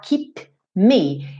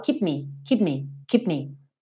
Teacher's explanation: Aqui é muito legal que keep termina em P, que é lábio com lábio. Me começa em M, que é lábio com lábio. Então, também eu não preciso falar keep me, eu falo keep me, keep me, keep me.